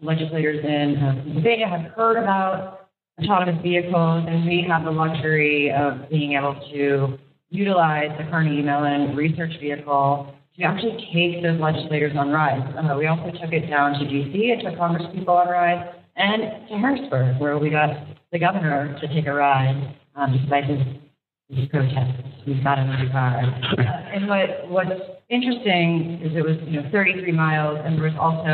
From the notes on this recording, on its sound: Recorded live at the state's annual Autonomous Vehicle Summit.